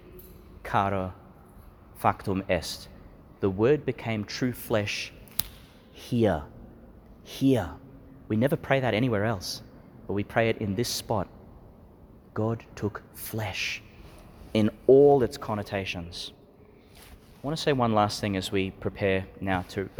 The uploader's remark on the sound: delivered in the Basilica of the Annunciation, Nazareth, Israel